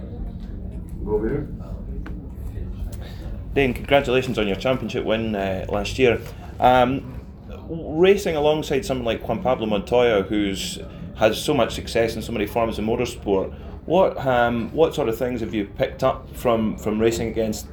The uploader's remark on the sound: Live from Daytona